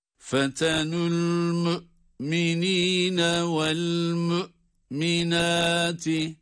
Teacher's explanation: Buradaki mü'minin ve mü'minâti kelimelerinde hemzelerin sesini çıkarmaya, duyurmaya, hissettirmeye oldukça önem veriyoruz.